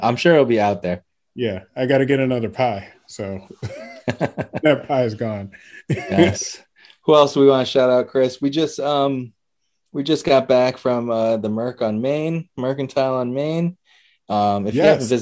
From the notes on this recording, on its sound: Record Live on Zoom